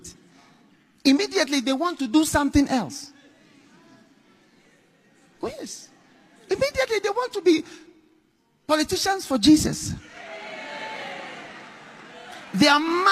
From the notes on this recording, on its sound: Preached at the Action Conference 2023, Zimbabwe.